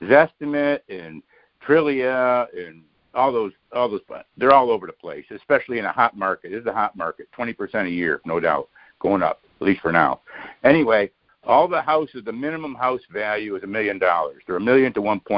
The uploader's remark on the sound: Gold Club Q&A Call